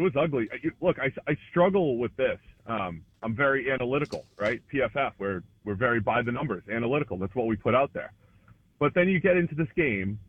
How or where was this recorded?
phone line